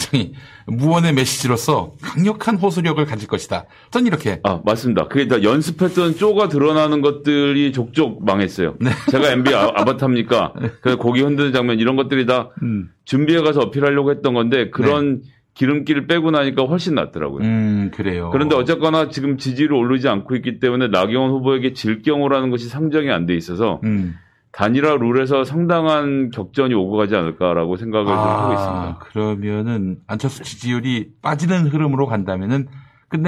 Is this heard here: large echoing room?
no